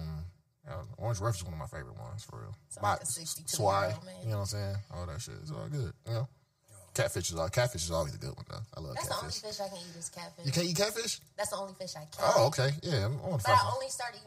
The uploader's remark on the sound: Episode 31 has issues with the sound